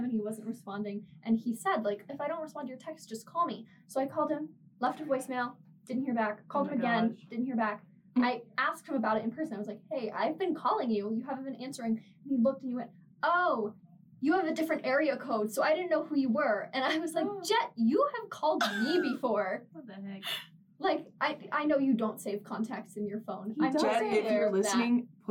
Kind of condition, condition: fault, poor microphone